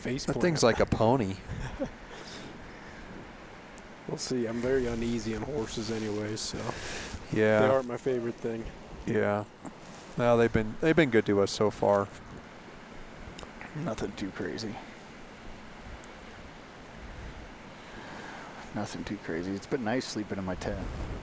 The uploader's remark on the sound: Live From Camp Ibex